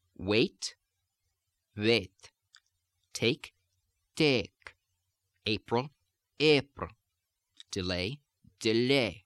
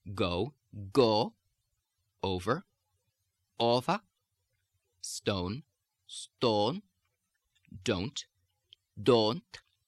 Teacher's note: go just a little bit harder and a little bit more elongated on the first stage of the vowel. And we will complete the second stage, but it becomes a very short second stage.